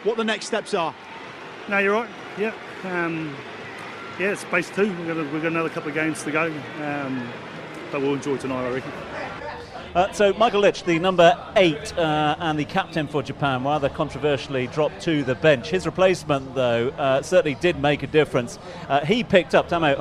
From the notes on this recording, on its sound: From our spiritual home Barasti. The Grill at Barasti, where the game is always on.